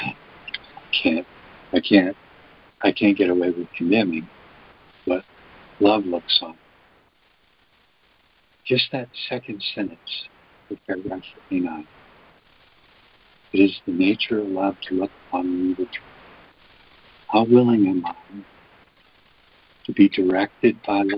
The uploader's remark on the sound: ACIM Daily Conference Call.